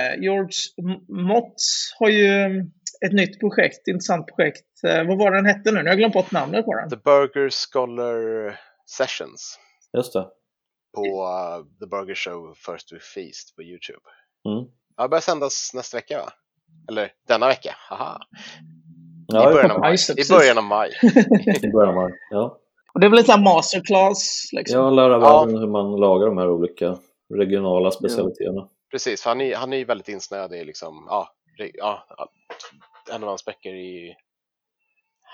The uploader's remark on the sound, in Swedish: Vi spelar in kortare extrainsatta avsnitt på distans. Vi ber om ursäkt för den varierande ljudkvaliteten.